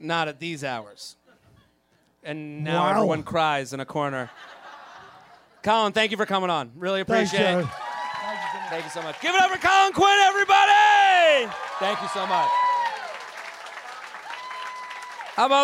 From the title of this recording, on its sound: LIVE From The Village Underground